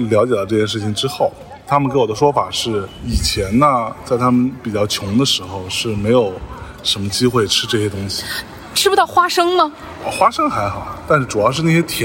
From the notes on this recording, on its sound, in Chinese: 在中秋之日的傍晚时分，在连云港的小河旁，他们边散步边聊天，便录制了这期伴随着自然环境音的“路边风”。